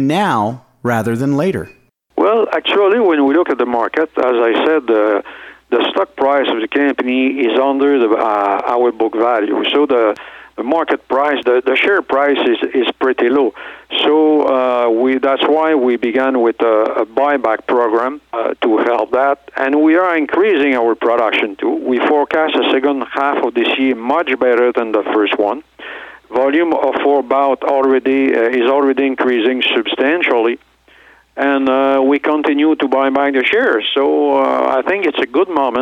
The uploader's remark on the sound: called in to SmallCapVoice